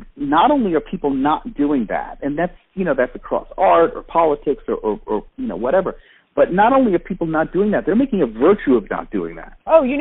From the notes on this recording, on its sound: Part of this, necessarily, means that I skipped the desktop computer and microphone for the couch and the phone. I had a feeling it would change the ambiance and energy of the chat—making it more intimate, and removing as much of the “podcast” artifice as possible. It sounds exactly like a phone call, because it is.